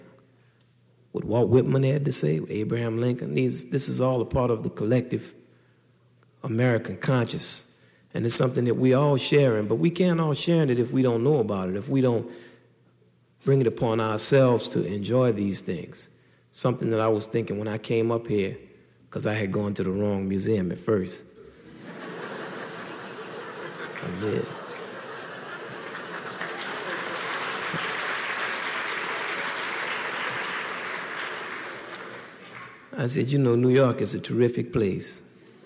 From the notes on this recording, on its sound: This podcast was recorded at the 1991 International Achievement Summit.